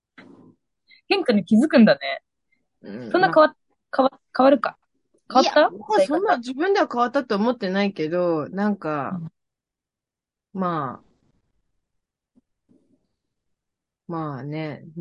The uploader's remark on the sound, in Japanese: 東京と富山でzoomにて収録